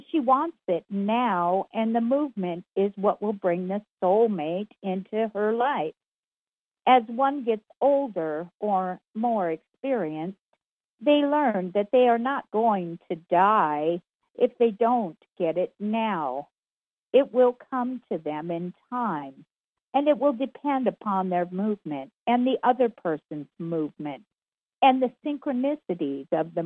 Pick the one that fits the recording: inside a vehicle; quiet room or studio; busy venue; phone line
phone line